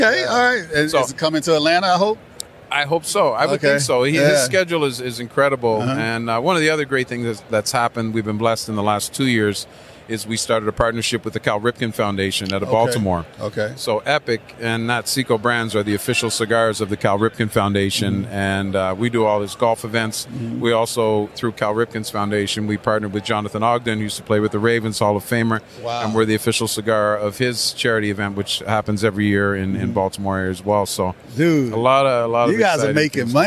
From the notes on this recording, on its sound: at Tobacco Plus Expo 2021 in Las Vegas